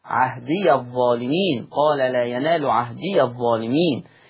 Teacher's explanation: قال لا ينال عهدية الظالمين، بفتح الياء وصلا